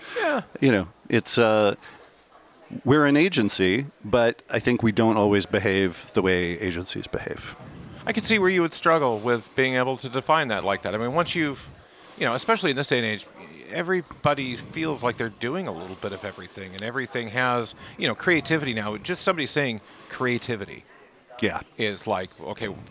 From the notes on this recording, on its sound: Recorded live at Advertising Week New York 2023